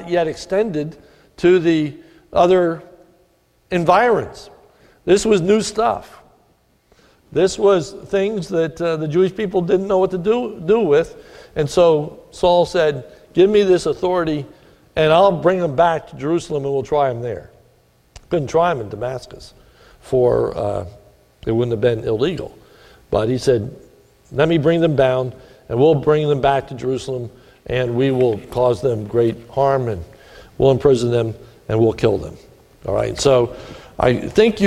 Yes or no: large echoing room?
yes